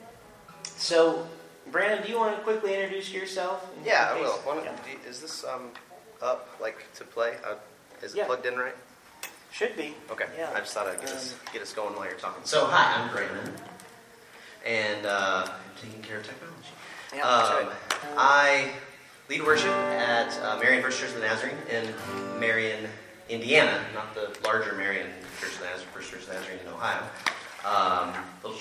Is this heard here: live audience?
yes